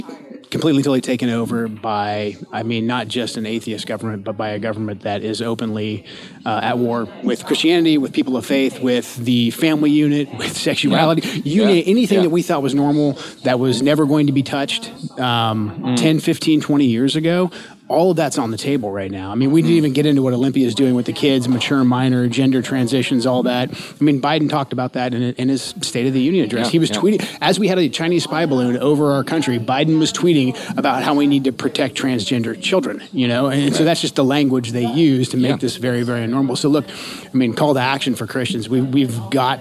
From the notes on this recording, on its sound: This episode was recorded at Old Town Burger in Battle Ground, so please excuse the background noise.